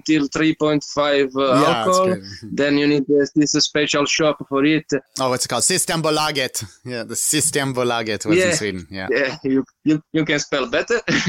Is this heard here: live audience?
no